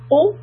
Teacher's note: Now when we go from a dhamma to a sukoon, always make sure that the lips are straightened, because for the dhamma, for the Qu, you are going to make a round lips. Push it out. Qu.